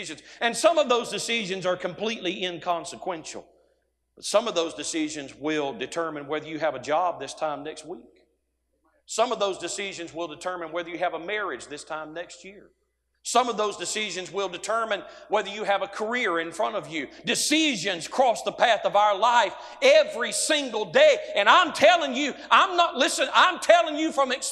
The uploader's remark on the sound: A sermon preached Monday Morning during our Spring Jubilee, on March 27, 2023.